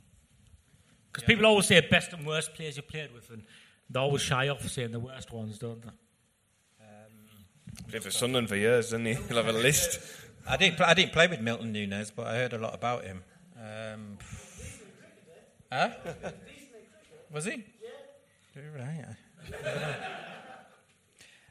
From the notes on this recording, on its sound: Live in Manchester! The WMS team travelled to Manchester for a special live show during the international break.